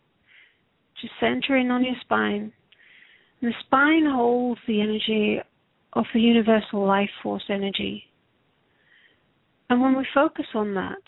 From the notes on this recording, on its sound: Takes your calls for healing live today!